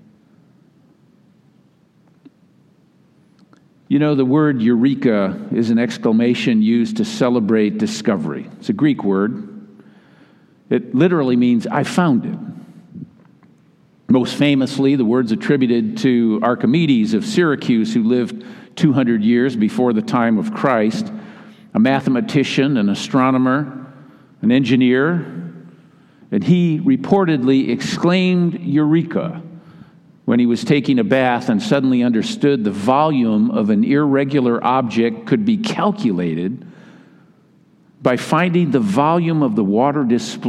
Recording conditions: large echoing room